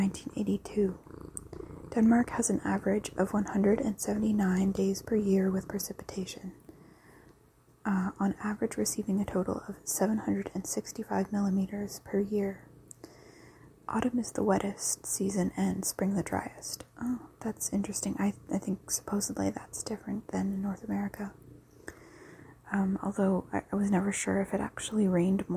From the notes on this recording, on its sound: This episode includes lofi soft spoken rambling, unintelligible whispers, and the sound of a cat purring.